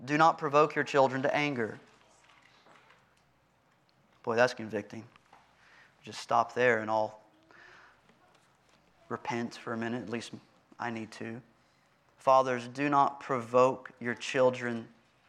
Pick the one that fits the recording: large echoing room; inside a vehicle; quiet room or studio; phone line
large echoing room